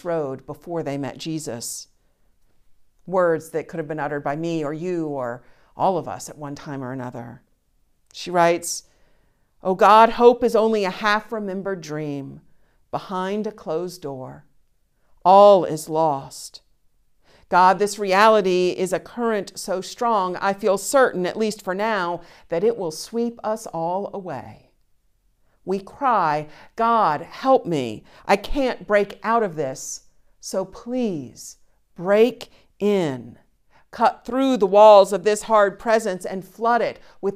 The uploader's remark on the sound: Streaming test from the bell tower. The conversation is followed by the prayers, music, and sermon from Sunday's virtual service. Recorded live each week at First Pres in beautiful historic downtown New Bern, North Carolina. First Presbyterian Church, New Bern, North Carolina, established in 1817.